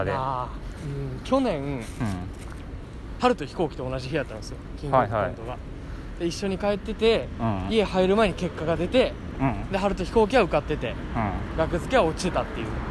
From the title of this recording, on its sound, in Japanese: 安全第一お散歩収録